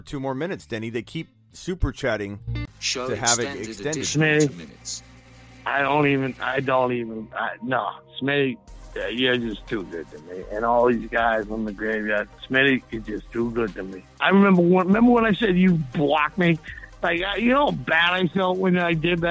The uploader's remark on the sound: answers hours of phone calls and voice messages